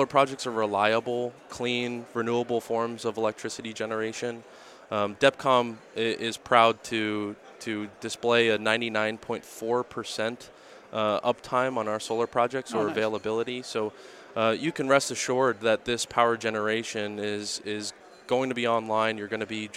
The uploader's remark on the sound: Live at AFPM